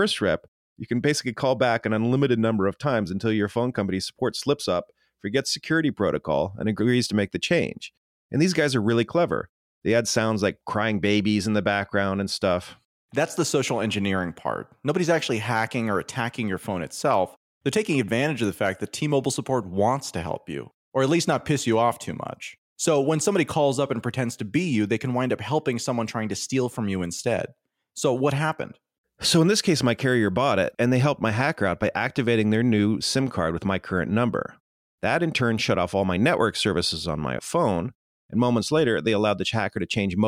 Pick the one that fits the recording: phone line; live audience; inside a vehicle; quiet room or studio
quiet room or studio